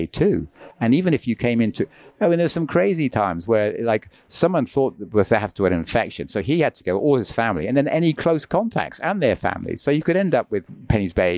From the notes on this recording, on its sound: Recorded live at Elephant Grounds Café in Causeway Bay, over a cup of tea.